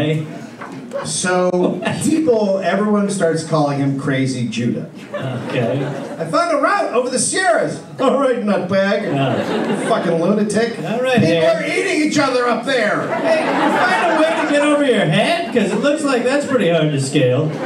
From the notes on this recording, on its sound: Recorded live in Sacramento